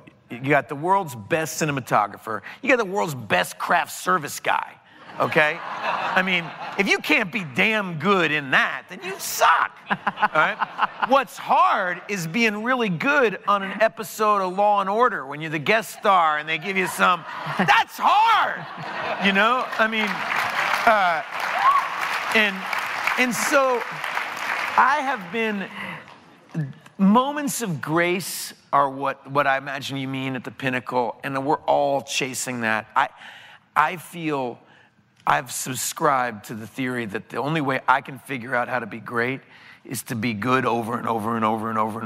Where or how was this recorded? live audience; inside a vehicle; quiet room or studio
live audience